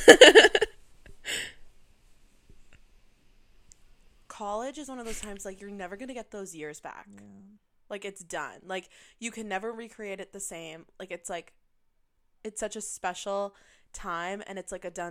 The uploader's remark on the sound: for listeners with sensitive ears this audio is quite pitchy.